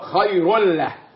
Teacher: تنوين وبعد لام، واللام من حروف الإضغام بغير غنة